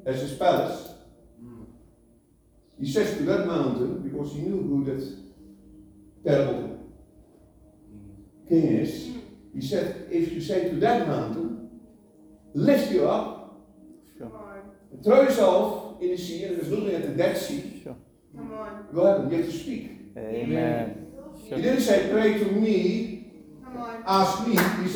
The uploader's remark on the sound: Apologies for the poor quality recording